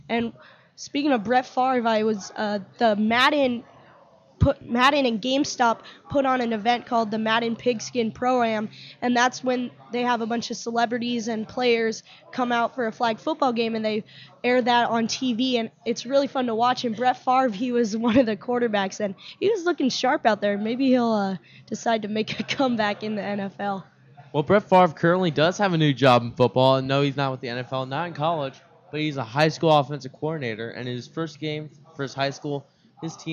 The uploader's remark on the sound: Microsoft Live Remote, Scottsdale Fashion Square. We recorded for VaKids and streamed live on kidstar.org.